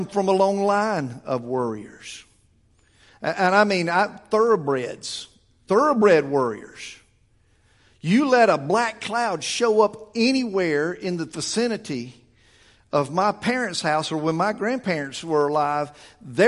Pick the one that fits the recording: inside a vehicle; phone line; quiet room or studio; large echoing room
large echoing room